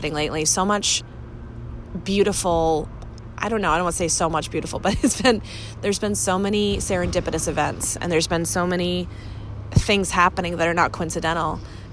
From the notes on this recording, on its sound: I’ve been traveling all week and away from my podcast studio so this weeks’ solo episode is random thoughts I recorded from a park in Boston.